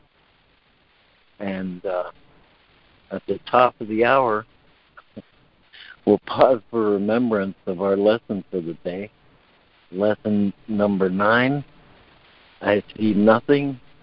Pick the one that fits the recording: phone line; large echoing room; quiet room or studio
phone line